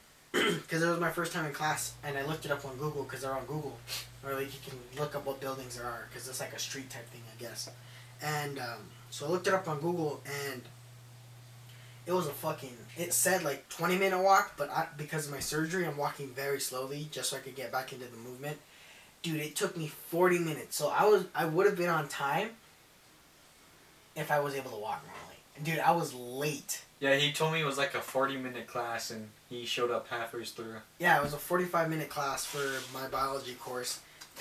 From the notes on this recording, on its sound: Audio is a little wonky due to the mics taking a poop.